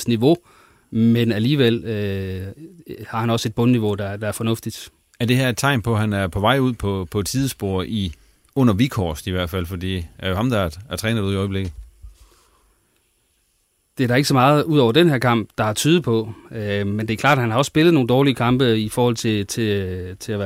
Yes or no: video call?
no